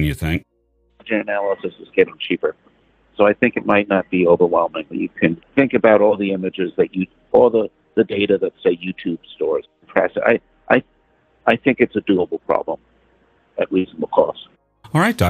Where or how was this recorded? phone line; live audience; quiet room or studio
phone line